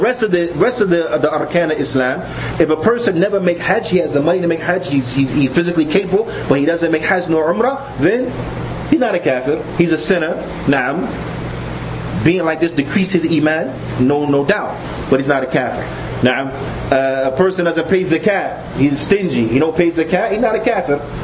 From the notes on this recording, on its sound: Lecture From The Benefits Of Ramadan Conference At Masjid Bani Adam, Newark, NJ